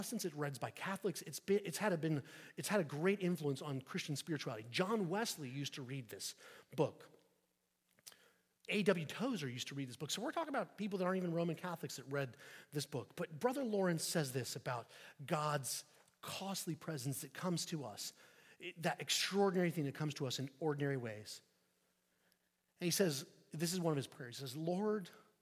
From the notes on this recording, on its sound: at St Peter the Fisherman, New Smyrna Beach